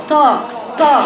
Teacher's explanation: البعض الخطأ يقرأها طا طا كأن فيها هاء، فيها هواء